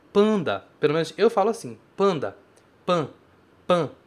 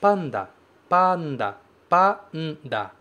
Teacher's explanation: Em Nihongo, em japonês, a gente fala panda, panda, panda. Esse A, ele sai bem aberto · Shown in: second take